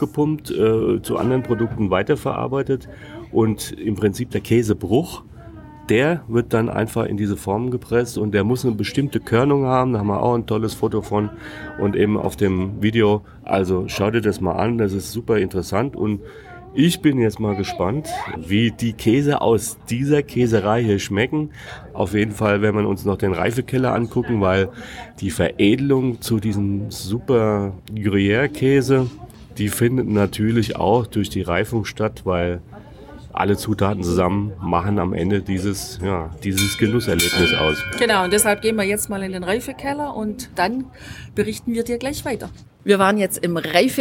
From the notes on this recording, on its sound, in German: Wir gehen mit dir durch das Maison du Gruyères in Pringy-Gruyères, berichten über die Schaukäserei. Du bekommst live mit, wie wir im Restaurant typische Käsegerichte.